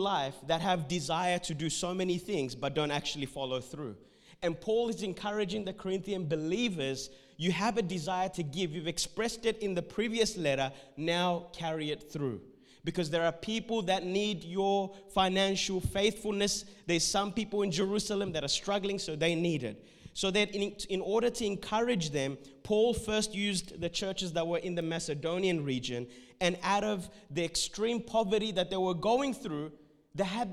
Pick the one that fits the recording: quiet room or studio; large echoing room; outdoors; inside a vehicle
large echoing room